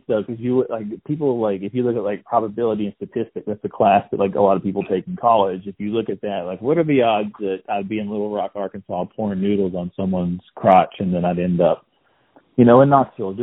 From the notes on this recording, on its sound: talk via telephone